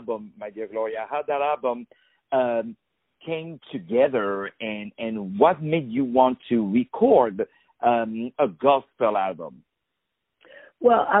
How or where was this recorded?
phone line